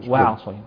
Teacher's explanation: وعصينا هذه الصاد مشددة وقبلها العين مرققة